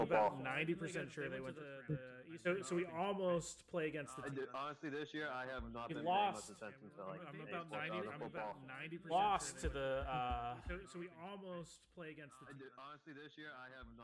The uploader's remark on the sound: My audio in the beginning got a little messed up but was fixed about 5 min in.